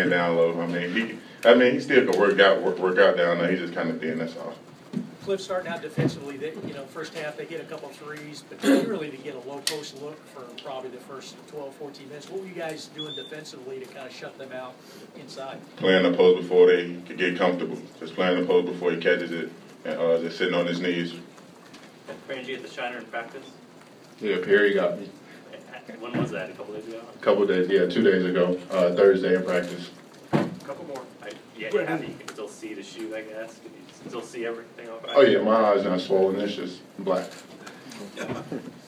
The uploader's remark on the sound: Press Conferences & Post-Game Interviews